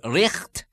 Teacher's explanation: the guttural sound for the ght, as in right, being pronounced richt